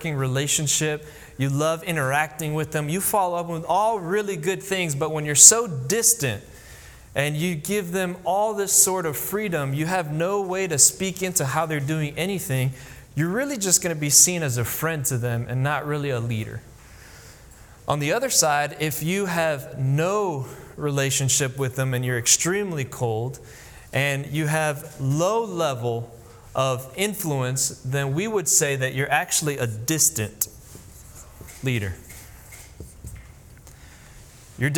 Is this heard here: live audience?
yes